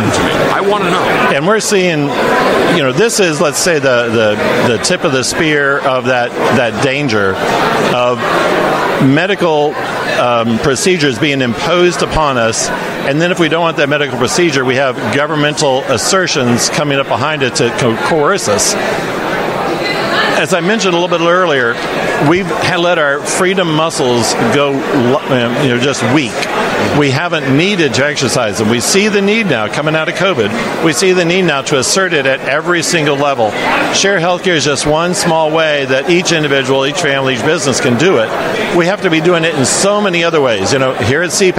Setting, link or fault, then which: setting, busy venue